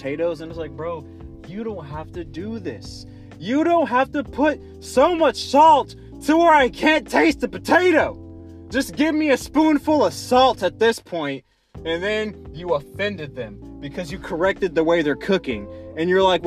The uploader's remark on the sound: I wanted to go outside, sit in my car and speak what's on my mind